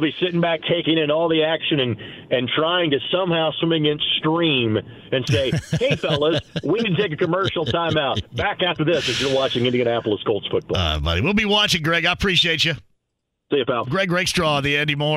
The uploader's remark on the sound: He then opens the phone lines and takes a call on the Colts from a listener!